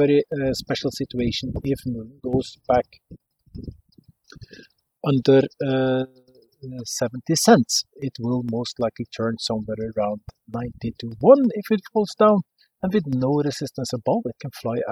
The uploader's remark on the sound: This episode is recorded outside in the mountains on the western coastline and this affects the sound quality.